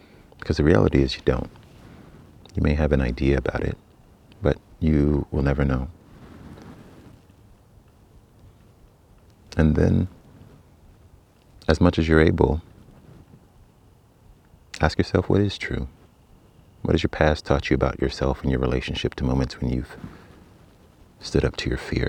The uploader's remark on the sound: This recording is an edited version of an Instagram live stream